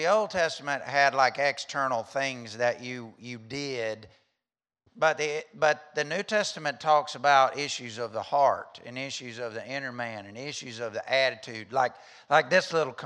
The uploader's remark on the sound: during the 10:30 am service at The Anchor Church in Rockport, Maine